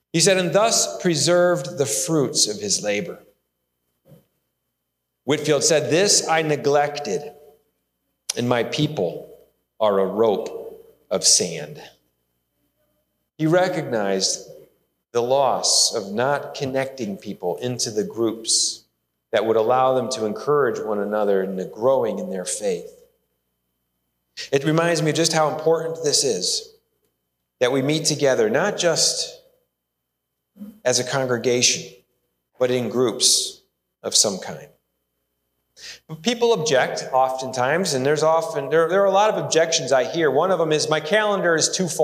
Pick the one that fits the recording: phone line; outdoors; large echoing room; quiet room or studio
large echoing room